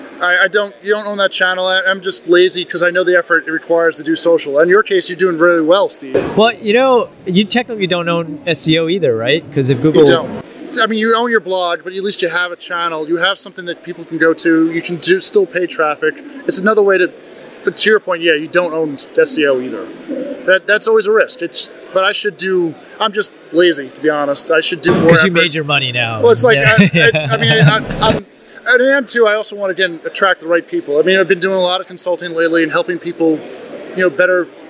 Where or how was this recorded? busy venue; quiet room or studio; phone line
busy venue